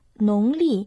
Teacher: Первый иероглиф «нон» произносится во втором тоне.